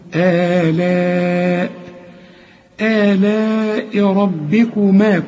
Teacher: آلاء لازم تمد أربع حركات، لأن ده مد اسمه مد متصل، المد هو على الألف اهي، الشرطة العريضة أيوة دي، ها